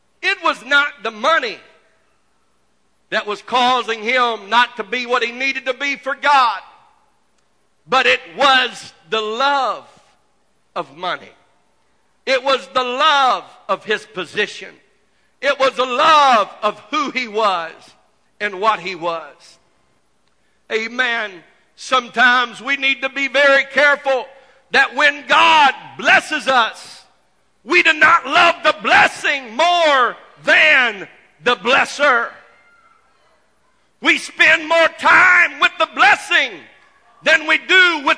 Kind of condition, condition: setting, large echoing room